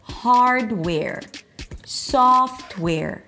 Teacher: It's a set phrase, so the first word is going to be a little higher in pitch and slower.